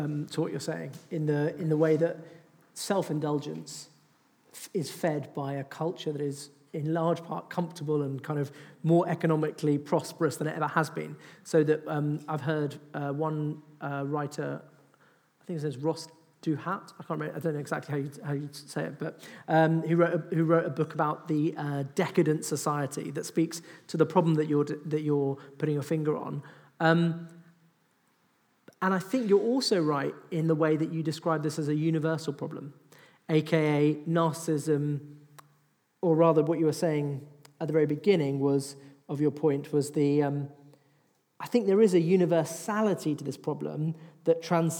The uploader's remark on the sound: The Q&A session from our latest Salt Live event "The Age of Self-Obsession". Take questions from the audience.